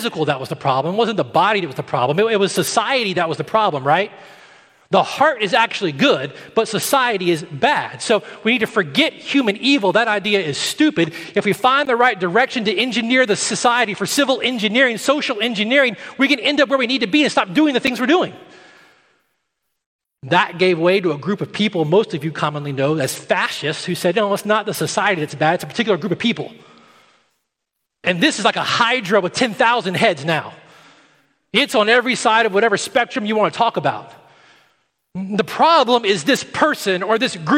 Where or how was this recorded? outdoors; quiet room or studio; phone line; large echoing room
large echoing room